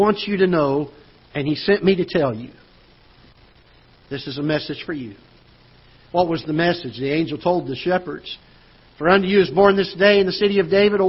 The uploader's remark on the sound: Ketha Heights Baptist Church ~ Live Broadcast